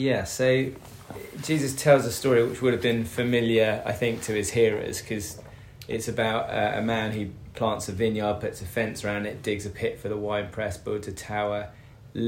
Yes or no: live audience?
no